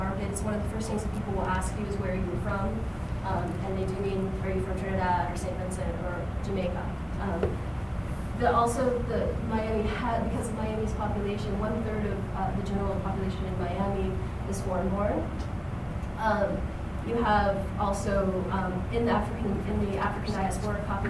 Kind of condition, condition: setting, live audience